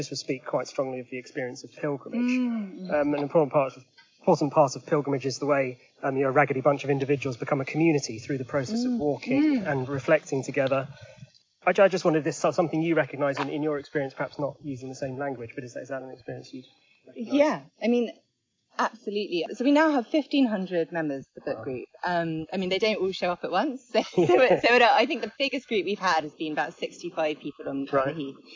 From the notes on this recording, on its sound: Recorded while walking round Clissold Park, in north London.